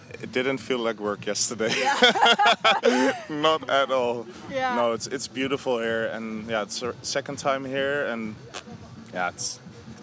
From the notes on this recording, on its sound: This interview was recorded with summer feelings during the Lighthouse Festival 2018 in Croatia.